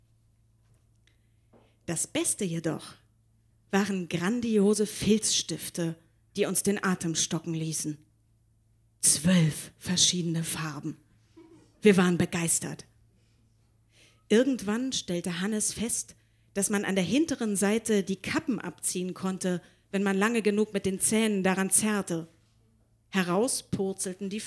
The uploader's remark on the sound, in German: Im Monarch, Berlin. Heißen Dank an den Monarch, unser tolles Publikum.